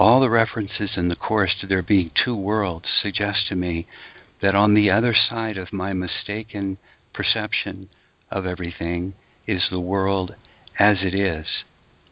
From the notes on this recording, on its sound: ACIM Daily TEXT Conference Call